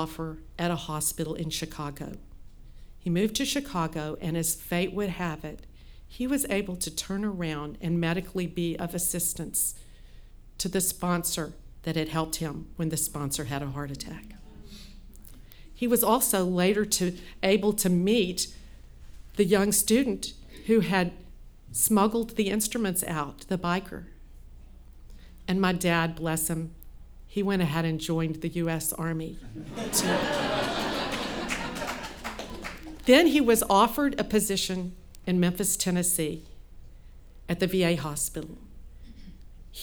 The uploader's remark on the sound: at an All Y'all live storytelling event on Saturday, March 12, 2016